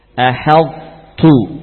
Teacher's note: Walaupun yang berharokat nanti tetap huruf ta yang tipis dengan sifat hamasnya